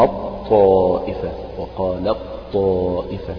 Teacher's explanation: خلاص، يعني عشان الأول ضعيف والثاني قوي، فالأول راح نهائيا خلاص كأنك حذفت التاء ونطقت بطاء مشددة · Term: إدغام التاء في الطاء